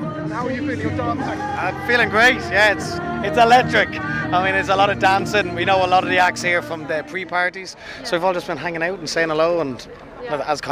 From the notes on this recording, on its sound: Live from Eurovision 2023. We cross to Liverpool to chat with Newstalk reporter.